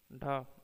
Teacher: यह हिंदी की मूर्धन्य महाप्राण सघोष स्पर्श ध्वनि है